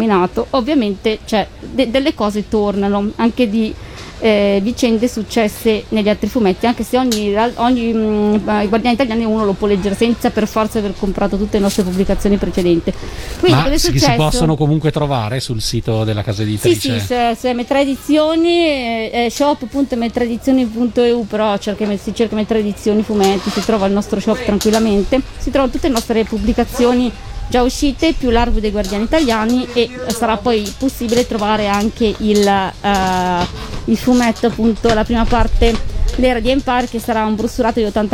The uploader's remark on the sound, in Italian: Da San Marino Comics 2020 la nostra intervista